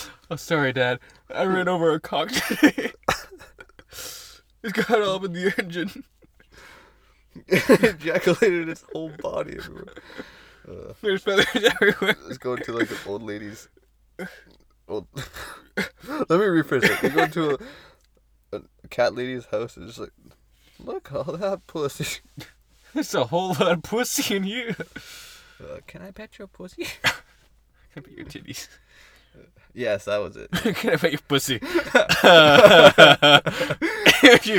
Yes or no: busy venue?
no